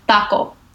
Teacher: There's no closing, there's no diphthong, but like American English speakers sometimes cannot comprehend that.